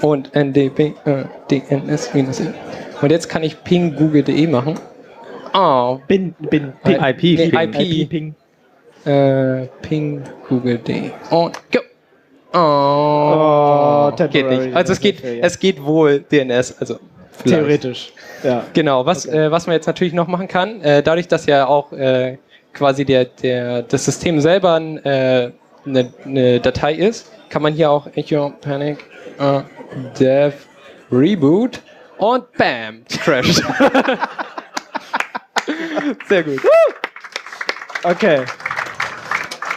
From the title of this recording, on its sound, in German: Binärgewitter Live (33c3-sendezentrum)